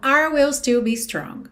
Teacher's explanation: Muitas vezes, em passagens mais rápidas de música, tem o som meio que da letra R, R. Então, our will still be strong, ok?